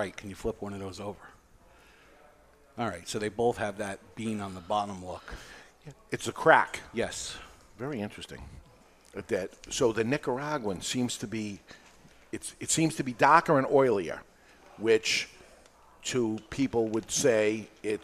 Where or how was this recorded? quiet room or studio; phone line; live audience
live audience